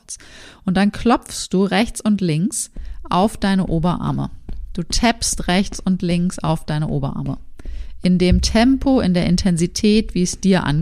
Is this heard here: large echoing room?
no